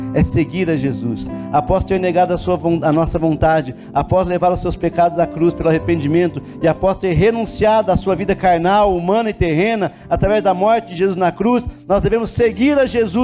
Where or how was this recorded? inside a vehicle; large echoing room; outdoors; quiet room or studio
large echoing room